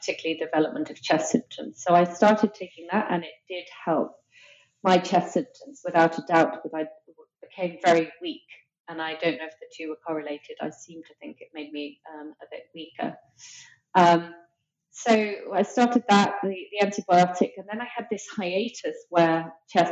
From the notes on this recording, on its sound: We apologize in advance for the less-than-ideal audio quality.